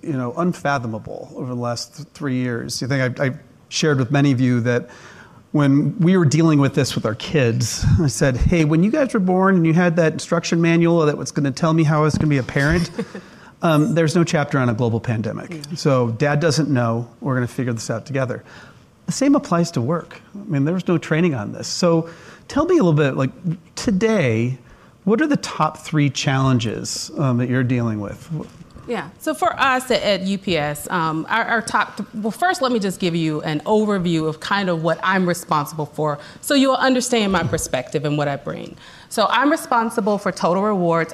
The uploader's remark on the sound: During this live event that was hosted at our Chandler office in front of a room full of Voya employees